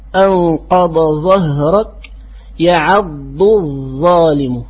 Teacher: لذلك قال: وإن تلاقيا، أي إذا تلاقت الضاد مع الضاء فالبيان لازم، أي لا بد للقارئ أن يبين وأن تظهر من قراءته أن يظهر صوت الضاد وصوت الضاء